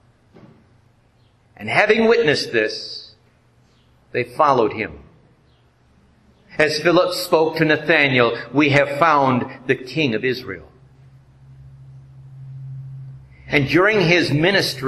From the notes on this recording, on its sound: This message based on Proverbs 14:28 was delivered at the Joint Ascension Day service held at Our Redeemer Lutheran Church in Taylor, Michigan.